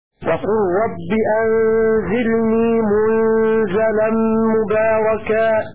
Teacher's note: فقرأ حفص بضم الميم وفتح الزاي